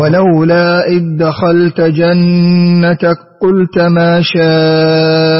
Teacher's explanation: وفي قوله جنتك قلت، الكاف في القاف. الكاف في القاف إدغام للسوسي